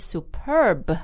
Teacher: stress is on the second syllable